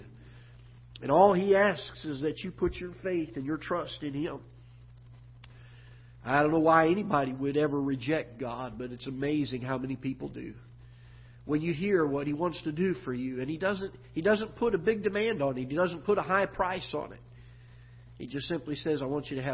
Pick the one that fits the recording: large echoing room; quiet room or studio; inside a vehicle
large echoing room